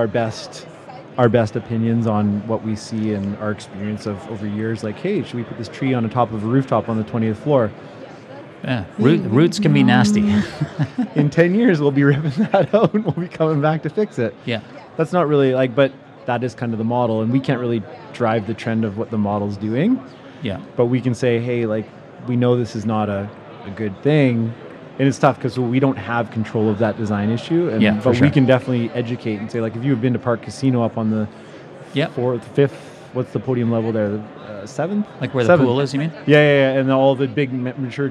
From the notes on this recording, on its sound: Recorded amidst the buzz of BuildEx Vancouver 2024